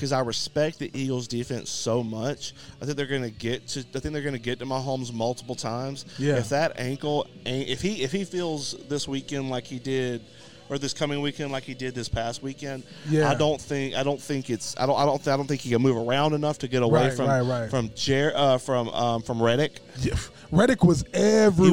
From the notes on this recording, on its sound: ON LOCATION AT BROOMELLI BOYS PIZZERIA!